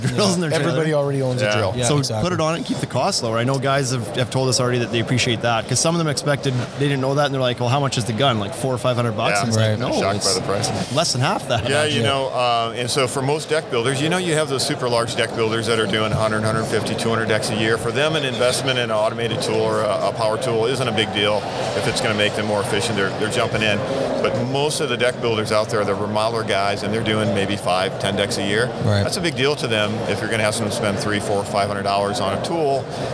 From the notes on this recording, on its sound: Live from the Deckorators booth in Louisville, Kentucky at Deck Expo 2019.